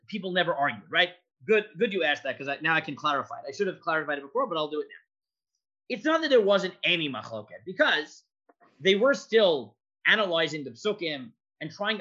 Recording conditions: video call